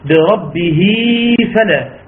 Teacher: مد صلة صغرى حركتين